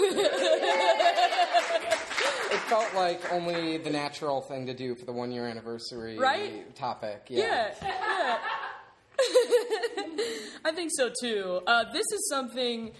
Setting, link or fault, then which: setting, live audience